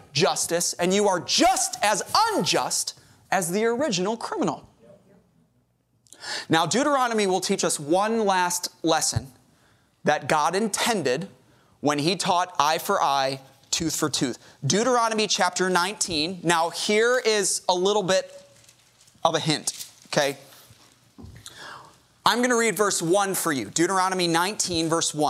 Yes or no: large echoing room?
yes